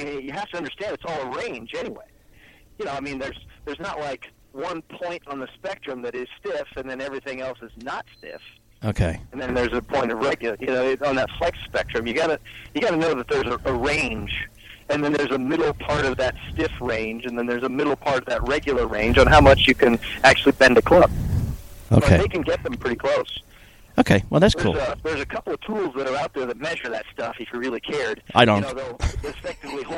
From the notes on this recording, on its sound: Live from The Polo Fields.